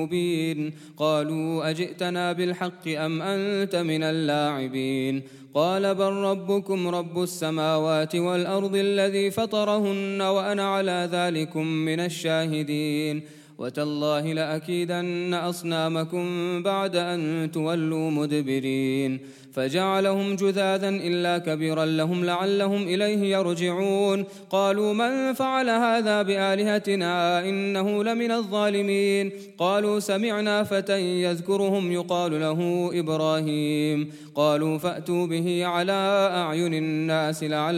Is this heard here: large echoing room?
yes